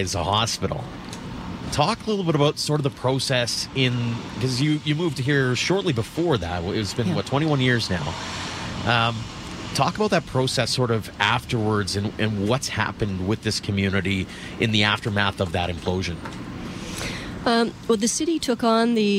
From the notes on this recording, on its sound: On The Road : Bridgeland. We are live on location at the site of the former Calgary General Hospital.